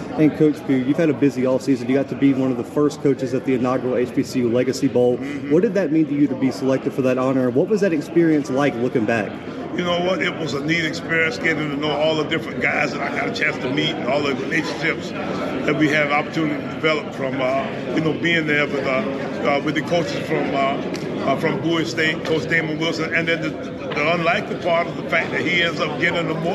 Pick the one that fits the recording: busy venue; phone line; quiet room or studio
busy venue